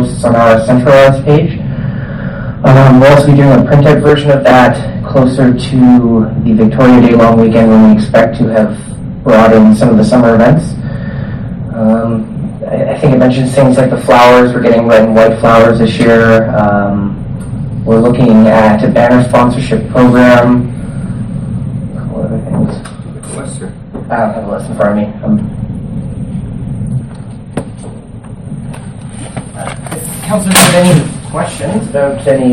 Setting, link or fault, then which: setting, large echoing room